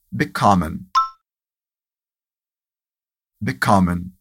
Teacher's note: A tônica vem depois do prefixo.